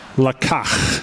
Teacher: You got to get that hard CH sound in the back of your throat.